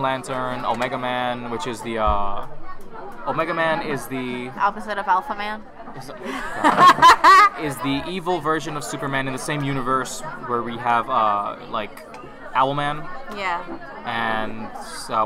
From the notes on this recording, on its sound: During our mini crisis over the background noise